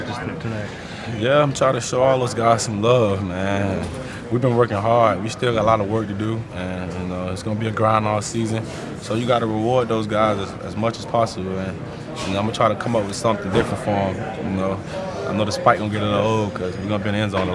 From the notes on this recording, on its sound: Listen in to the locker room sounds and press conferences